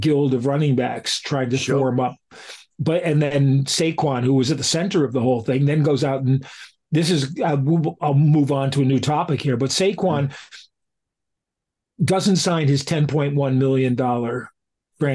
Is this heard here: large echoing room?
no